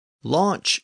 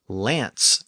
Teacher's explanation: Launch is the Norman version of the word with the ch sound at the end, and lance is the Parisian word with the s sound at the end.